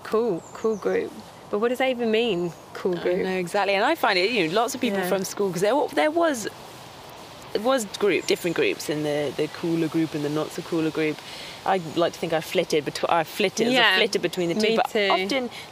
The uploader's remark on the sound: Recorded al fresco in Epping Forest